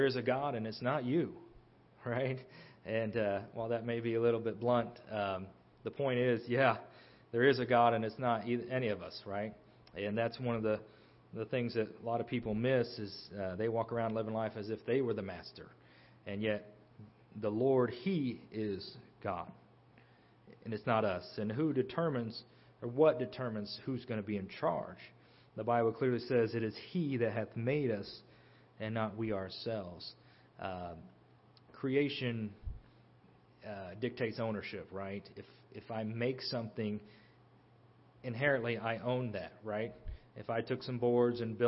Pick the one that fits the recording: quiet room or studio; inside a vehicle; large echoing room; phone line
large echoing room